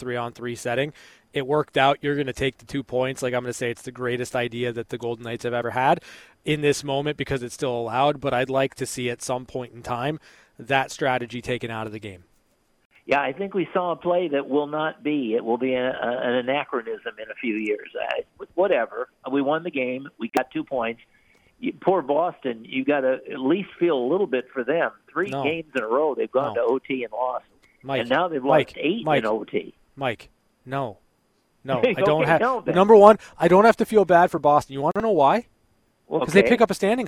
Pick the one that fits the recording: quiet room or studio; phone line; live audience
phone line